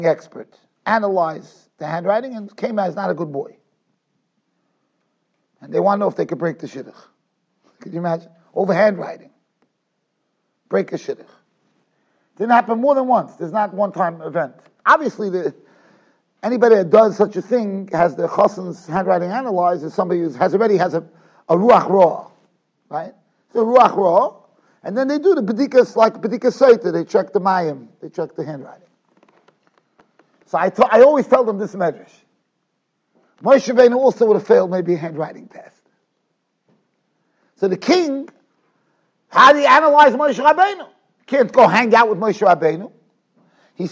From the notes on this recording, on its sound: Shiur recorded in Yeshivas Ohr Reuven, Monsey NY.